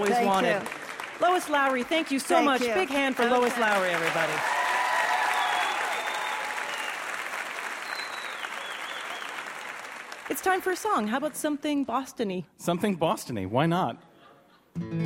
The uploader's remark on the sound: For our first-ever show on the road, we chose a city near and dear to our hearts: Boston. Taped live at the Wilbur Theatre.